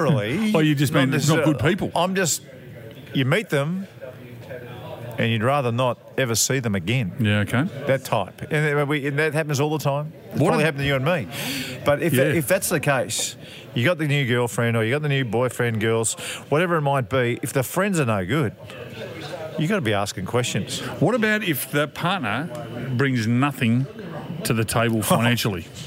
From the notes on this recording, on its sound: We're at the pub this week. Live from a sportsbar.